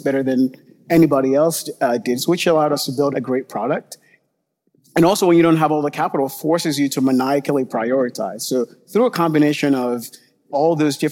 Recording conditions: live audience